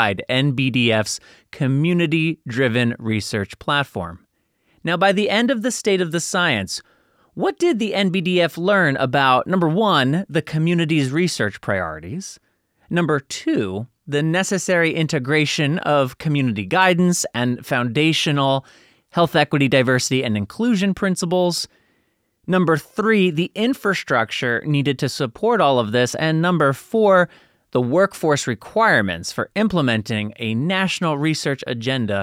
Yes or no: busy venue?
no